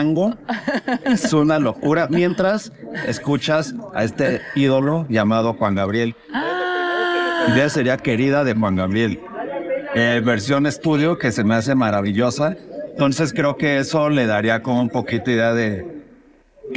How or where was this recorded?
busy venue